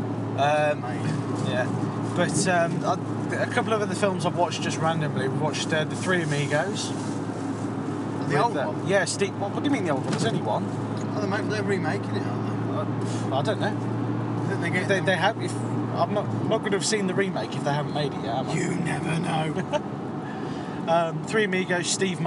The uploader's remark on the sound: This is a special episode recorded in the summer as we drove back home from the beach. Might not be the best quality material, but it's something different…